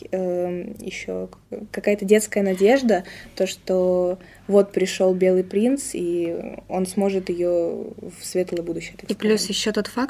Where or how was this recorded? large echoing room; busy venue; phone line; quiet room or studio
quiet room or studio